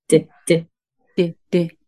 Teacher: 舌先を上の歯の裏で当ててバンバンって感じですね